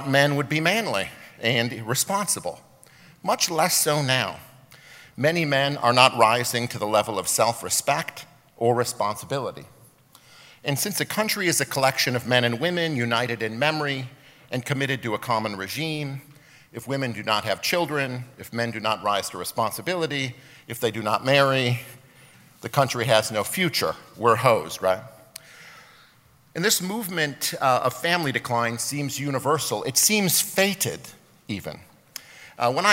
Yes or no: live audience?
yes